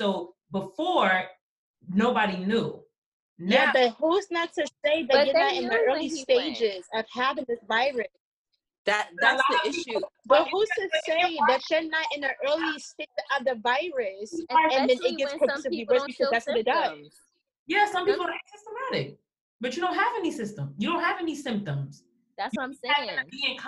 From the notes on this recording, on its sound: Quarantine Edition. Please forgive us for the sound it was our first time using zoom to record!!!